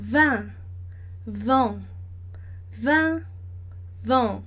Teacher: coloca o dedo embaixo do nariz e percebe que o som tá saindo pelo nariz também · E aí você percebe por que que a gente fala que é um som nasal, porque o ar também vai sair tanto pela boca quanto pelo nariz